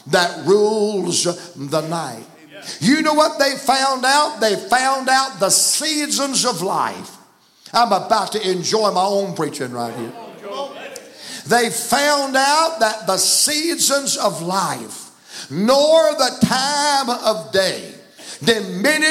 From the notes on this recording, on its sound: from the pulpit of Calvary Baptist Church